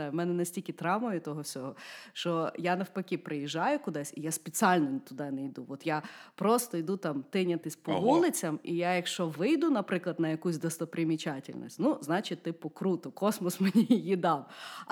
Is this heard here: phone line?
no